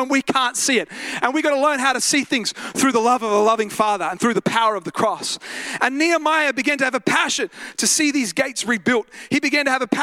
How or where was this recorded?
large echoing room